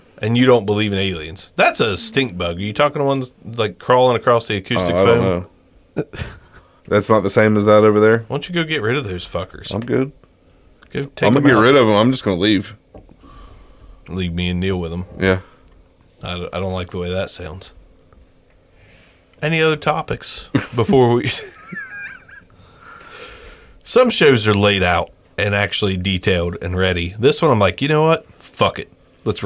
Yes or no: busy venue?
no